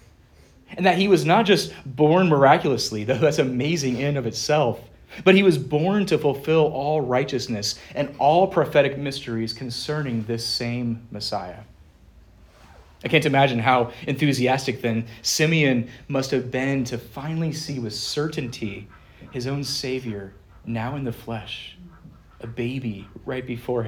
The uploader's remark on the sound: Preached at Good Shepherd Reformed Fellowship